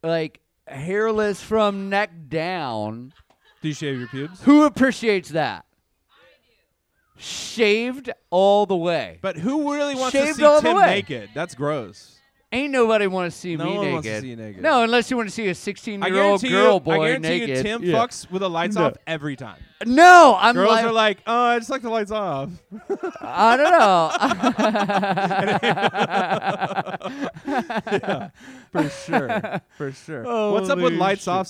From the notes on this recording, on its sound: Check out our very first live show. A super cool sound board that's VERY mature was played.